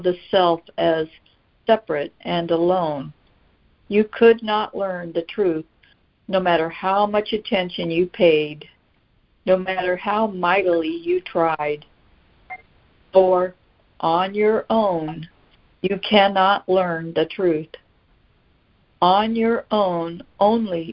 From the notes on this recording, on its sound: ACIM Daily Conference Call